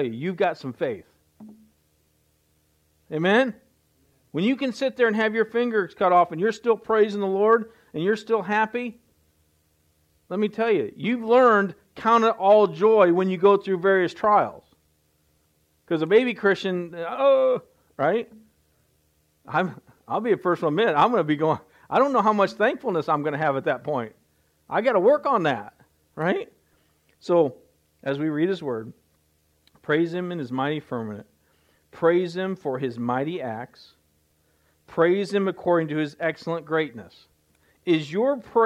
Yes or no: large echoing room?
yes